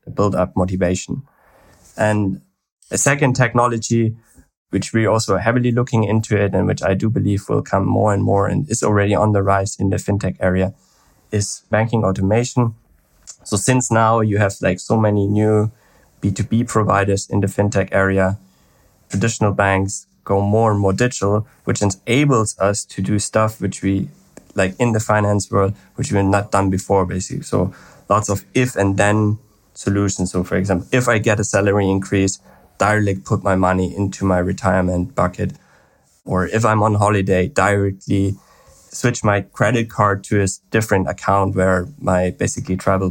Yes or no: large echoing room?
no